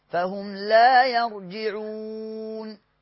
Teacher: لا بص اسمعني، يرجعون ما نقولهاش من المناخير، ما نقولش يرجعون، هذا خطأ، نقولها من الواو، بتاخد من الشفتين، قال الناظم للشفتين الواو باء ميم، فهنا هنخرج الواو من الشفتين